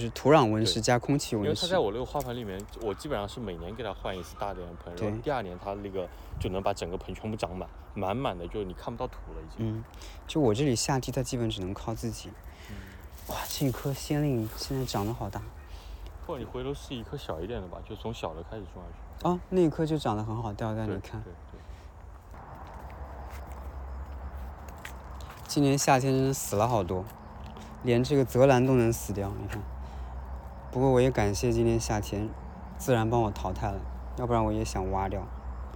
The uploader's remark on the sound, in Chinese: 线下干活和散步时的收音闲聊。又一次在花园里一起散步。